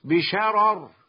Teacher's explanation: تفخيم الراءين مع السكون المحض بشرر، تفخيم الراءين مع السكون المحض هكذا بشرر.